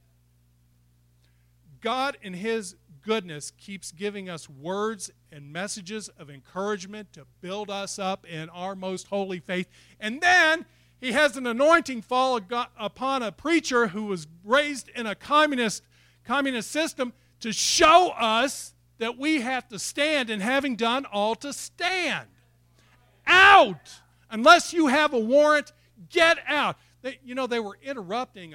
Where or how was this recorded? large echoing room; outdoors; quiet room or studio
large echoing room